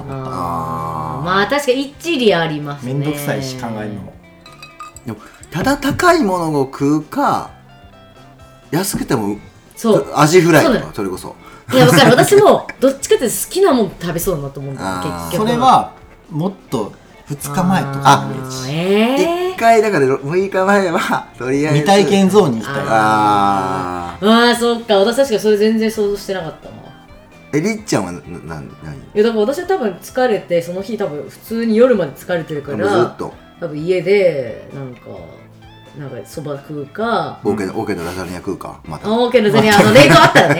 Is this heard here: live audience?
no